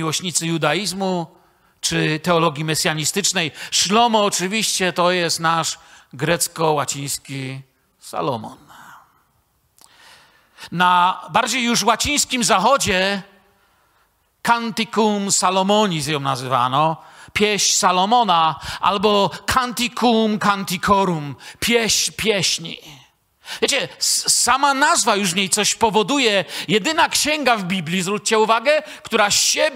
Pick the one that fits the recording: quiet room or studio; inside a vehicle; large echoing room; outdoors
large echoing room